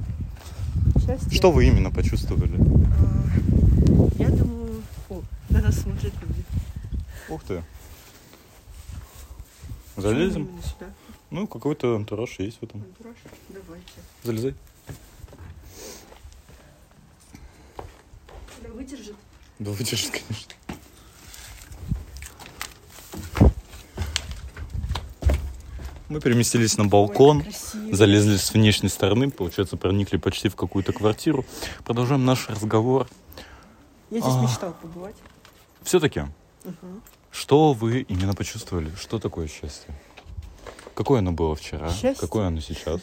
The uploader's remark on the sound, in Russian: Искренняя прогулка со всем шумом окружающих явлений и наших мыслей.